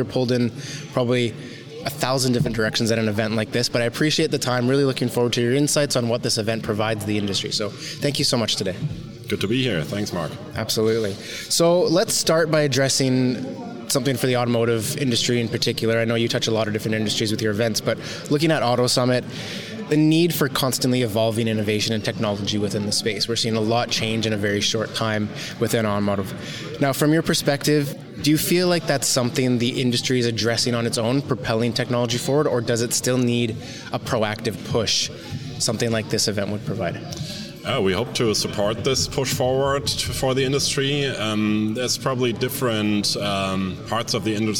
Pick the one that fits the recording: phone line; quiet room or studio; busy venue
busy venue